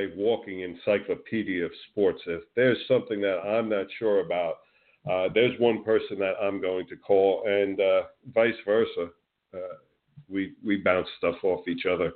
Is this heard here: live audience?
no